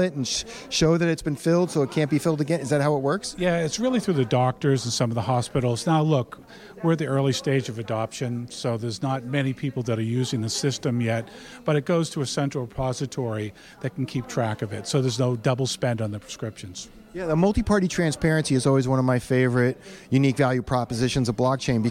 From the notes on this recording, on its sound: The discussion takes place during a Boston Blockchain Association event at Suffolk University.